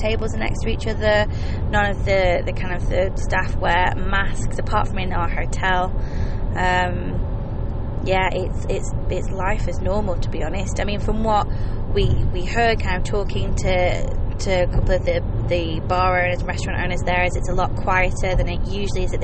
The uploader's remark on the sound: Join us for live podcasts (from the car!) as we travel from the northern coast of Europe (Lithuania) to the southern coast (Croatia).